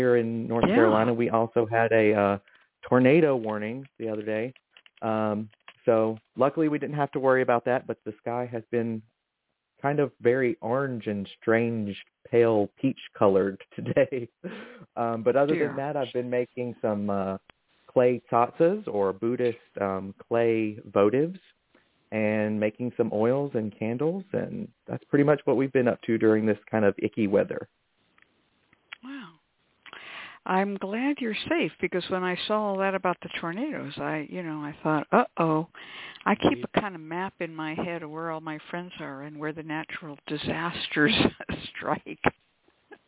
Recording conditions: phone line